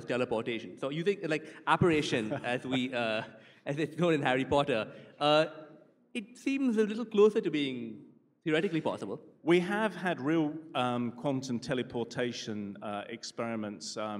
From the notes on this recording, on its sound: A live session from #JaipurLitFest2020.